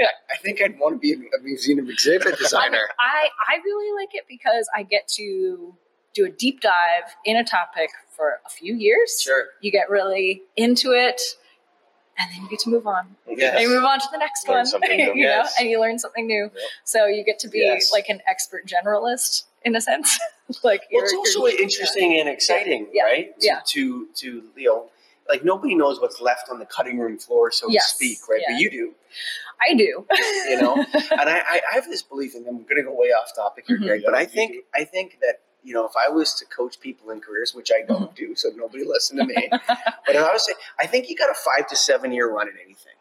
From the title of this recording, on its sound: Live from The Smithsonian Museum of Natural History